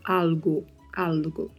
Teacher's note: a ponta da língua tocando o céu da boca e o O fechado